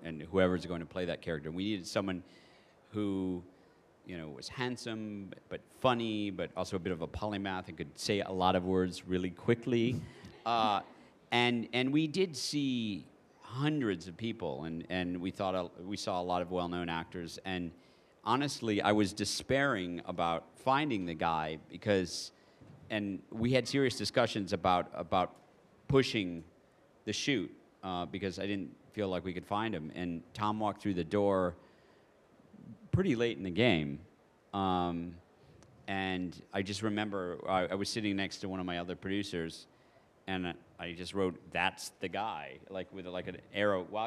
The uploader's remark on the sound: at the Apple Store, Covent Garden in London